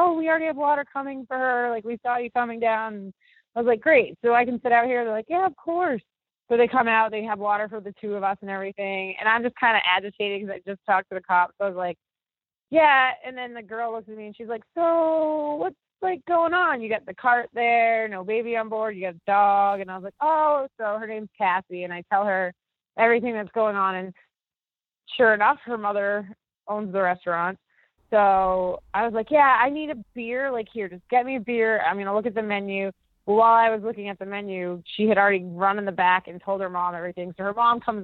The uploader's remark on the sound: a couple of kids jump into the phone call